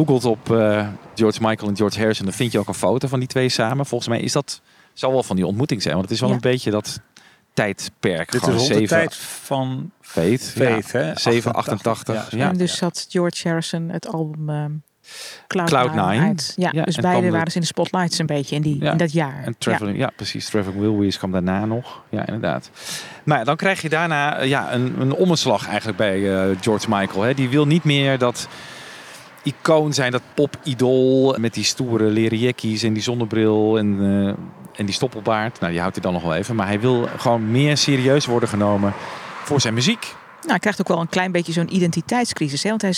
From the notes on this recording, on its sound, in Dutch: Deze aflevering werd opgenomen bij het toegangshek van Friar Park, het landgoed van die andere George.